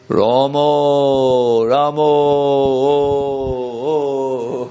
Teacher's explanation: The Bengalis say always for A, they pronounce it as O. · Term: The Bengali style